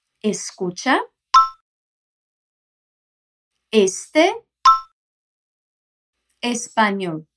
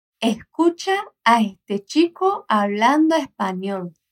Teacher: a gente vai falar todas essas S's que estão no final de sílabas de forma aspirada · Shown in: second take · Term: S aspirada